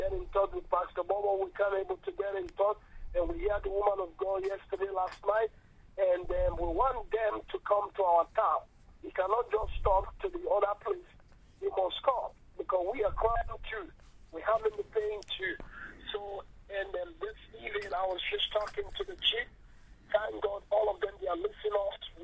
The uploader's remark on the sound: Speaking via phone to group in Sierra Leone.